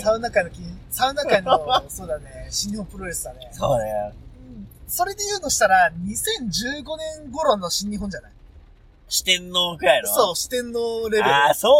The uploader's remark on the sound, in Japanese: ドライビングトーク。この日、大雨の中車内収録だったため雨粒の音が相当入ってたのは言うまでもなく。